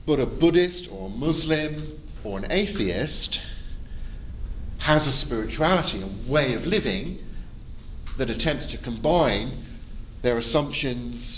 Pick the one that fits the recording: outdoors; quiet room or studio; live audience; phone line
live audience